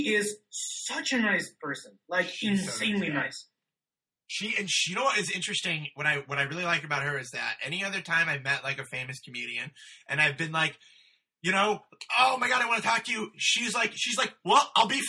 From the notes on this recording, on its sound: This episode was recorded using Skype and Garageband.